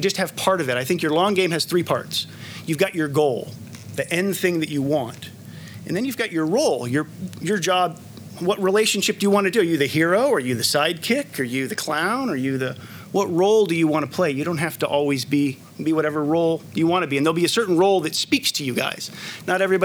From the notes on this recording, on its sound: This talk was recorded on the Eat Drink Vegan stage at Vevolution Festival 2018